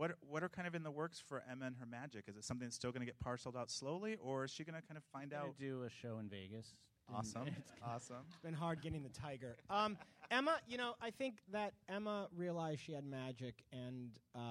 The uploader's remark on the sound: Recorded at ATX Television Festival. Recorded at the Alamo Drafthouse in Austin, TX.